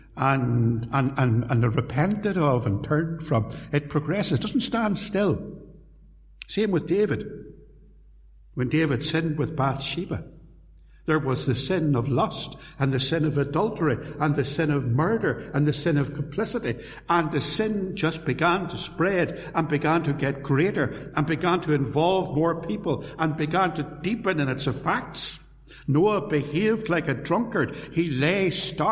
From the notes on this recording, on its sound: Sermon preached at Templepatrick Reformed Church